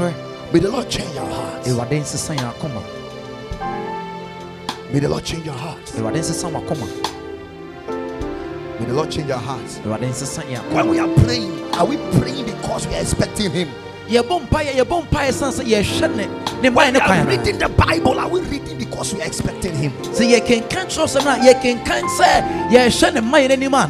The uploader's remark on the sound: Preached at Ekklesia Chapel